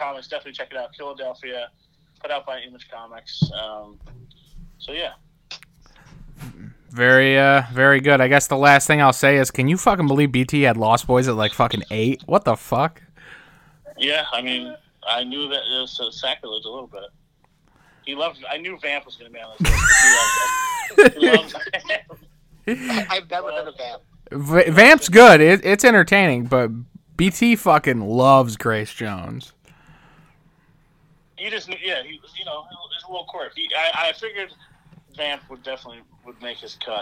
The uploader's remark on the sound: The gang joins via teleconference